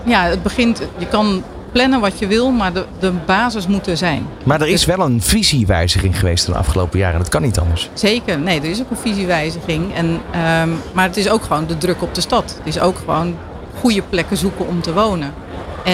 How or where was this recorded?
busy venue